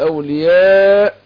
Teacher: يبقى هنا اقول اولياء، المد هنا متصل، مقداره ايه؟ اربعه